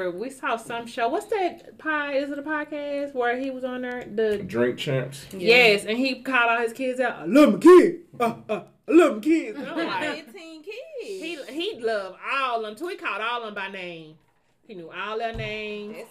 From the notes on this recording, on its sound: 1 mic and 7 voices